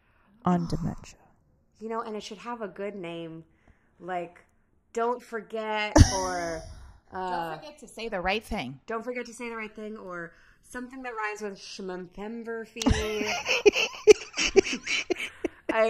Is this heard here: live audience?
no